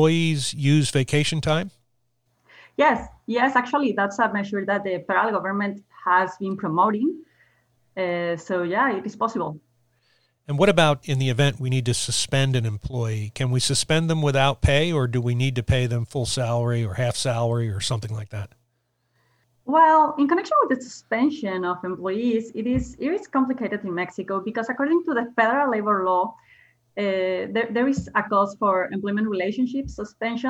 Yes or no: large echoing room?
no